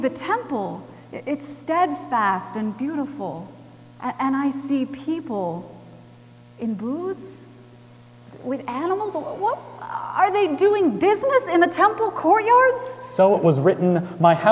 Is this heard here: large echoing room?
yes